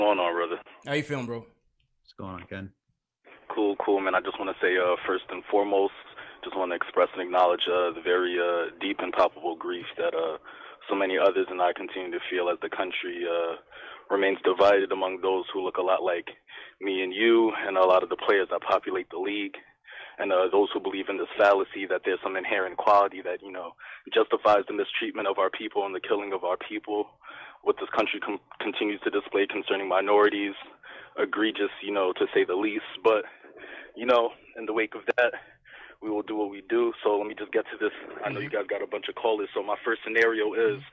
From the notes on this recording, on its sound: They also take live phone calls from fans around the world.